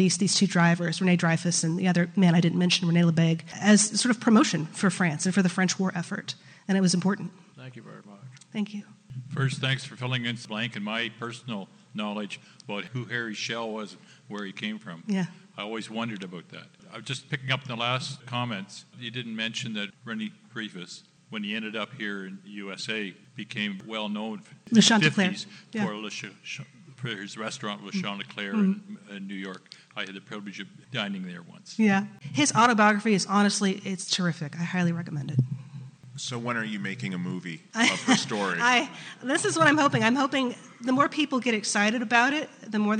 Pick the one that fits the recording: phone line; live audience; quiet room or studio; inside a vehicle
live audience